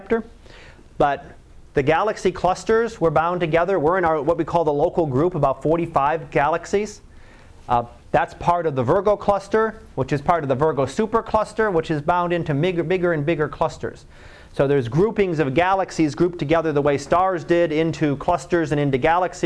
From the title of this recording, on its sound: Live Class Lecture